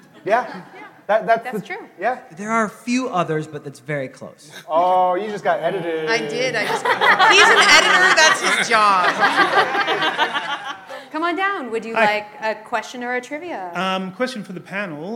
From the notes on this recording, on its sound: Live from New York Comic Con